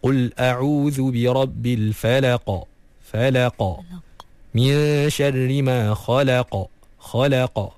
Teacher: bila kita baca huruf qaf, kita kena lantunkan dia · Term: qalqalah